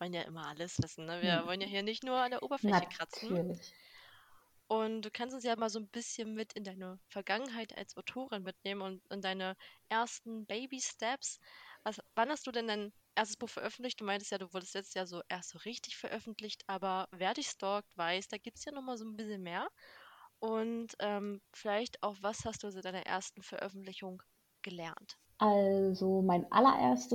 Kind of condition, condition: fault, poor sound quality